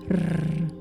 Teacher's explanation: De trilling op de lippen, de brr